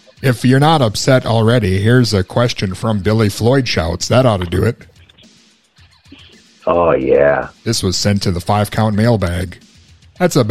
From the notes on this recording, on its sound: He did the entire interview yelling through a megaphone! He had double pneumonia and joined us over the phone from his deathbed!